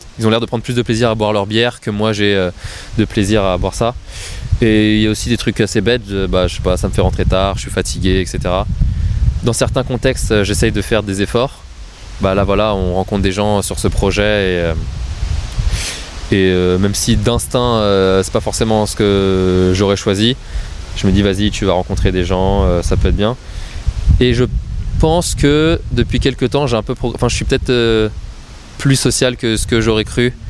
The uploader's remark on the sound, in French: On a enregistré au milieu d'un parc entouré de chiens.